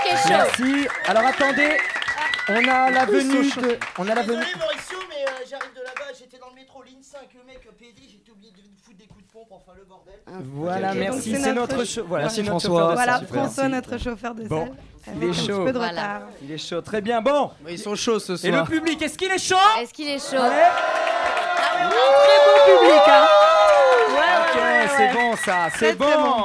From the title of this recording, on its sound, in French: en direct de La Loge